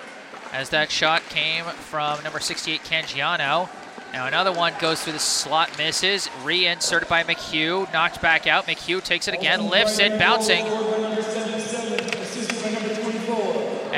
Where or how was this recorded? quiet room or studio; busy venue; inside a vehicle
busy venue